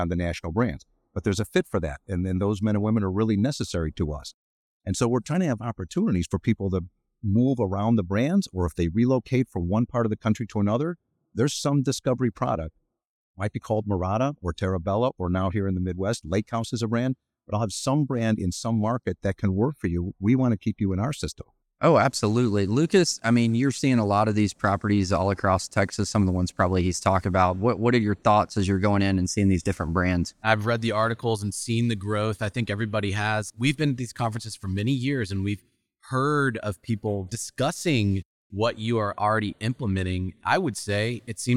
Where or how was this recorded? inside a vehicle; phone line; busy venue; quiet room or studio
busy venue